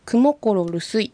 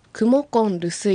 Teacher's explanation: R が2つ重なった場合はアイヌ語では前の R は N に変わる音節交代 · Shown in: second take · というちょっと難しいことなんですけど、はい、そういうのが発生してしまいますので、クモコロルスイと発音するよりはクモコンルスイと発音した方がよりアイヌ語らしい発音だと思います。はい。クモコロ、これはクとモコロでしたね。はい。クは認証接字の私、モコロは眠るという自動詞です。はい。ルスイ、これはどういう意味でしたか？何々したい。はい、そうですね。続けて発音してみましょう。クワニアナククモコン